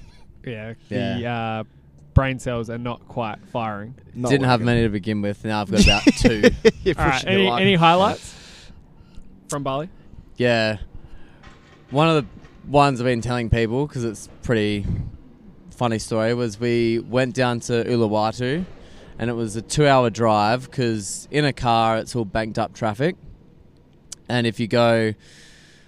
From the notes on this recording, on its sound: We recorded outside.